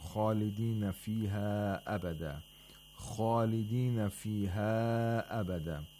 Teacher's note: خَالِدِينَ has the highest level of تَفْخِيم because it has an alif al-mad.